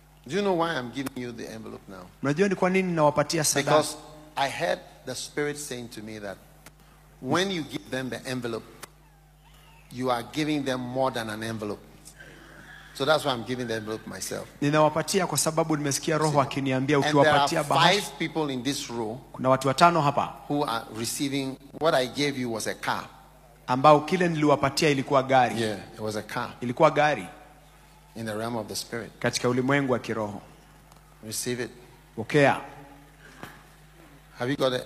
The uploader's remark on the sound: Preached at the day 2 of the Healing Jesus Campaign Pastors Conference in September 2023, Nakuru, Kenya.